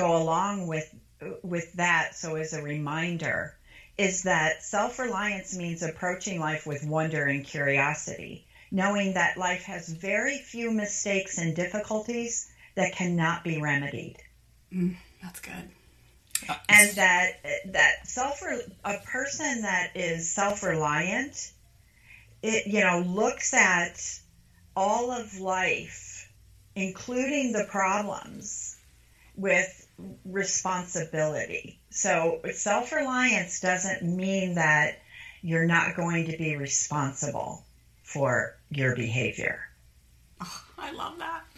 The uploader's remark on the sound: talk via Skype